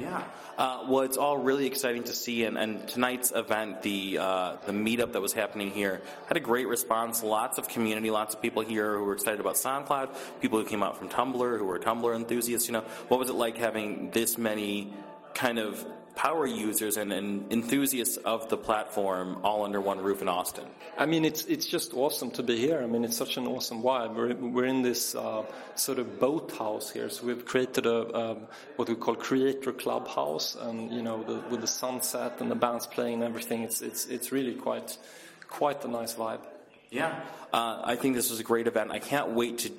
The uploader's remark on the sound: Recorded at the SoundCloud x Tumblr Creator Clubhouse community meet up event at SXSW 2013